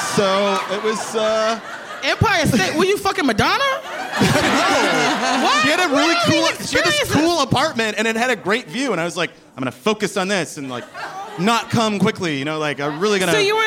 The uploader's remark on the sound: Recorded live at The Bell House in Brooklyn.